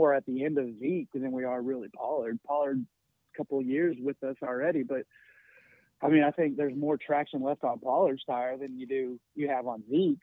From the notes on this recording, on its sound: Is a one hour live streaming Sports Entertainment Podcast where callers get up to 2 minutes to blow off steam. Callers in a non confrontational setting can call in live.